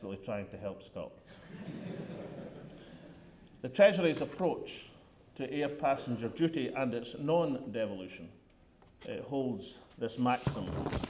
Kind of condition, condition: setting, live audience